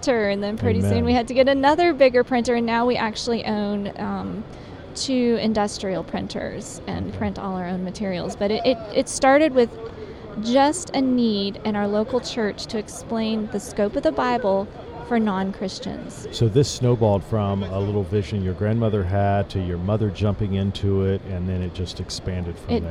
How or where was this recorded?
busy venue